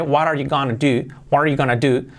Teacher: De hecho, yo lo suelo hacer what are, unir el what con are, haciendo la T como R suave.